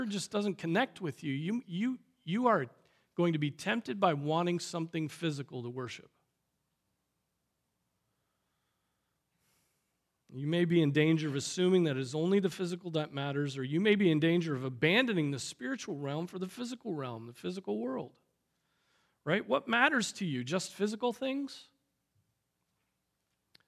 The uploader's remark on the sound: Preached on April 16, 2023 at Trinity Presbyterian Church